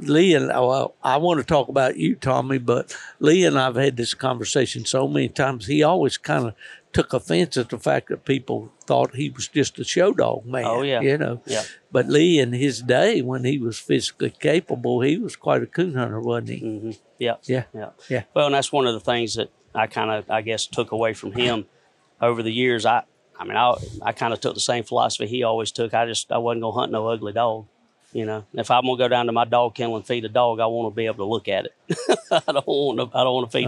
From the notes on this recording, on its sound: GONE TO THE DOGS AT THE UKC WINTER CLASSIC. This episode contains a collection of on-the-spot interviews with several of the events’ attendees that stopped by the Gone To The Dogs Podcast booth. Interviews conducted at the booth located at centerstage in the massive Batesville Civic Center. Surrounded by live sounds from the arena.